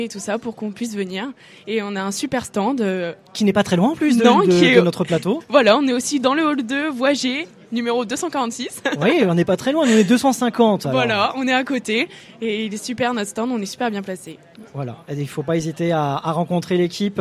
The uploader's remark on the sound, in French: RCF en direct de la 76e Foire de Châlons.